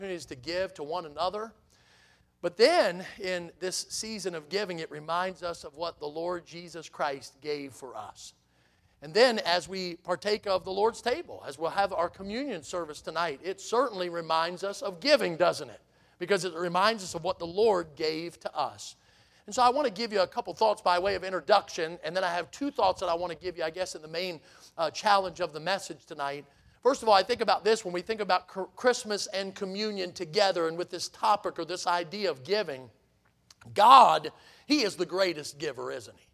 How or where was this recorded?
large echoing room